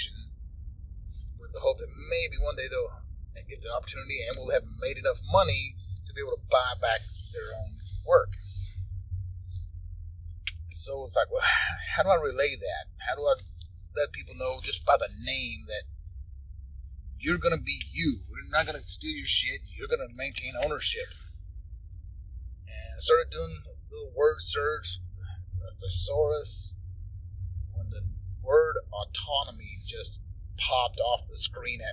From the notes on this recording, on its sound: it was, in fact, recorded in the car